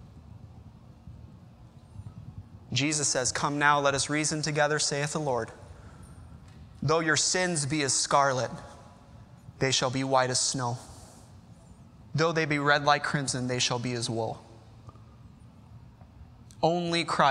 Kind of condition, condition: setting, large echoing room